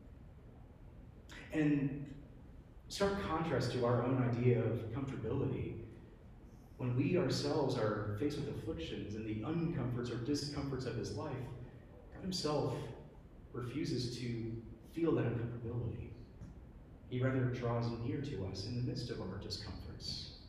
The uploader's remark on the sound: Preached at New Hope Community Church, EPC (Lynchburg, VA).